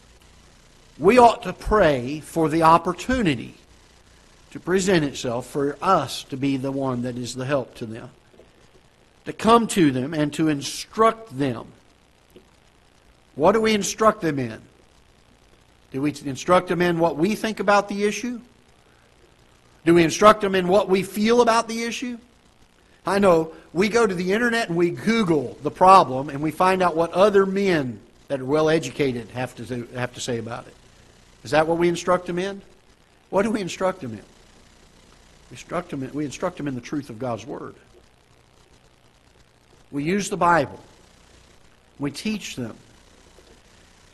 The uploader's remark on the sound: Ketha Heights Baptist Church ~ Live Broadcast